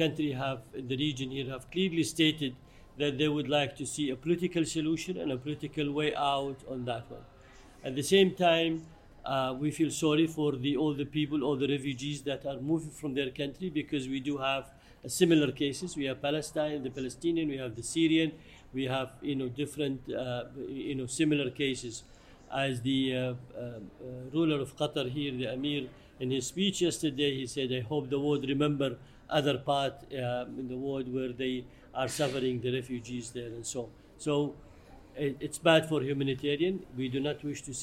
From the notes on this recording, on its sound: On location at the Doha Forum 2022